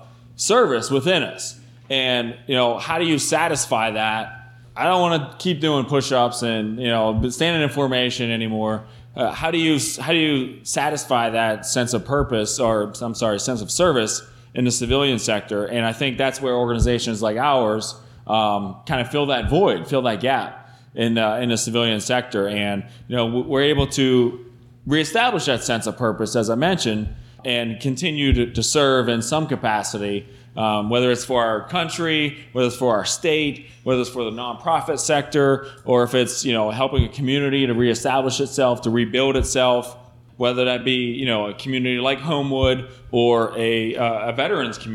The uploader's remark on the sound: Recorded live June 23, 2016 at the Carrick Literary Club in Carrick, Pennsylvania.